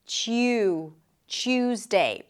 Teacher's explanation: When you pronounce a T sound and then a Y sound, what happens to the T is that it changes a little bit and becomes a Ch sound, like a T and a Sh sound.